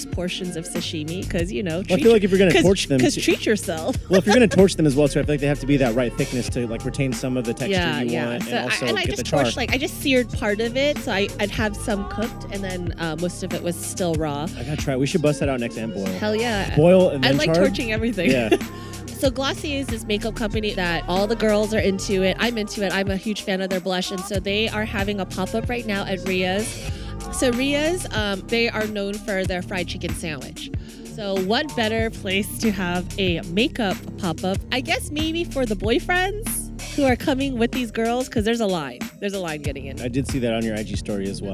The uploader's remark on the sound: Recorded at the beautiful Trademark & Copyright Bar in downtown San Francisco.